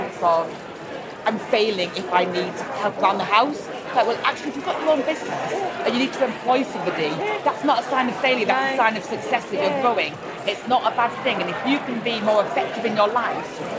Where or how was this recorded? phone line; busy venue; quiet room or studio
busy venue